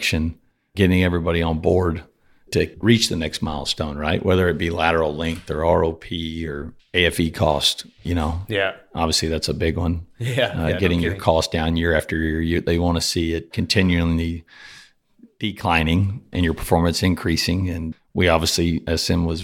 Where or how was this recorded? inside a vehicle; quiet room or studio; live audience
quiet room or studio